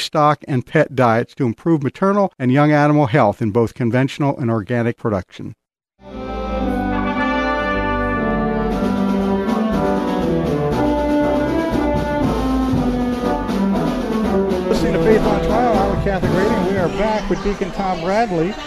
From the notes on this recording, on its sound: Live from the Iowa State Fair 2021